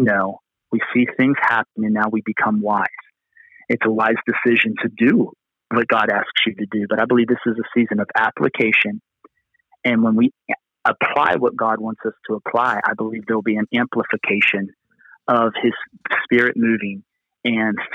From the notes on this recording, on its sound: Location: Phone.